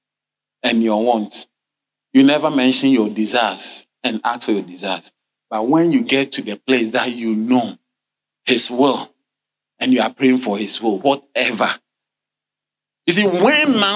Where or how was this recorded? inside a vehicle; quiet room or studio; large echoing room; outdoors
large echoing room